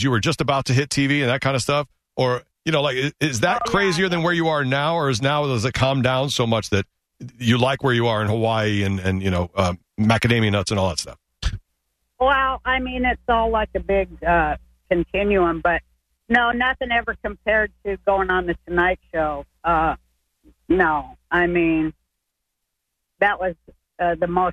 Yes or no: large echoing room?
no